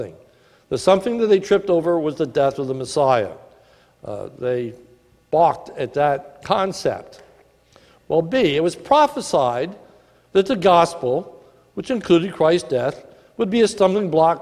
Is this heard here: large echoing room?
yes